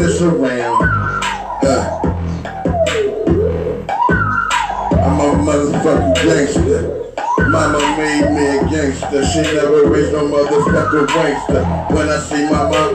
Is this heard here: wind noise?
no